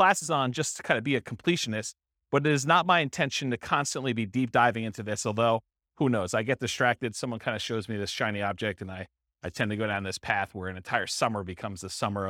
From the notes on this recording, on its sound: This was a live class recorded